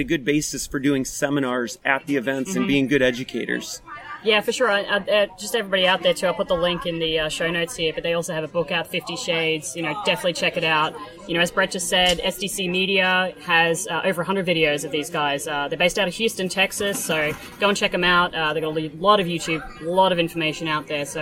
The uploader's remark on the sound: We’re on the ground live in Xbiz Miami talking to cam models, support groups and Young Swingers Week. Join in as we share interviews and audio clips on the ground at an adult industry event called Xbiz.